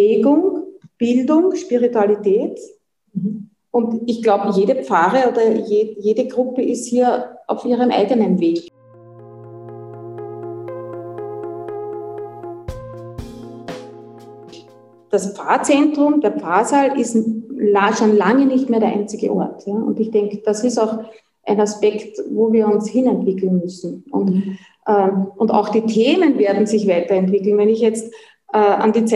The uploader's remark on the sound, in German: Bei der kbw-online-Tagung "Hoffnung, Wandel und Wunder in Krisenzeiten".